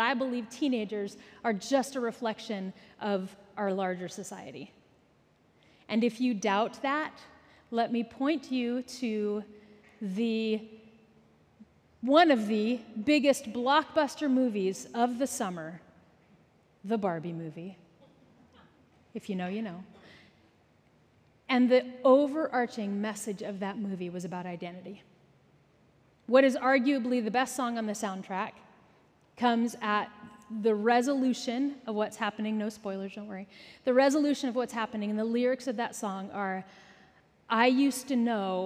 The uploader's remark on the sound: Recorded at our Sunday Gathering in Port Orchard WA, on August 27, 2023.